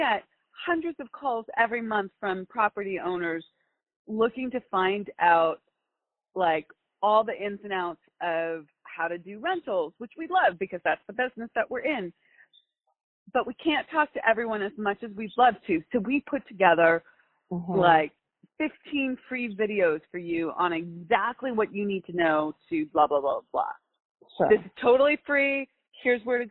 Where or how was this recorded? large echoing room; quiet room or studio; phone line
phone line